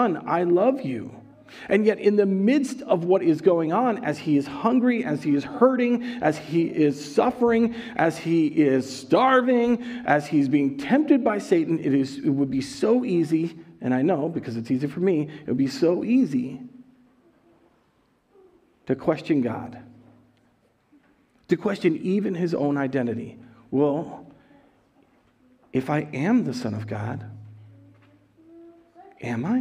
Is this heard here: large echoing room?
yes